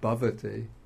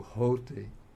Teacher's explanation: What happens in Pali very often is that the sound of a gets collapsed into the sound O. So, for example, in Sanskrit, one says bhavati, so we have ava. · The A-V-A collapses into O, and then the B sound, I guess through frequent usage, somehow turns into a H. So we have Hoti instead of Bhavati.